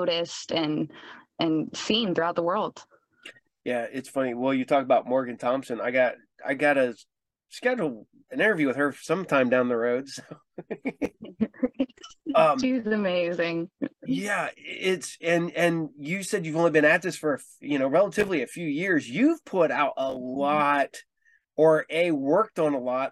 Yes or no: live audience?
no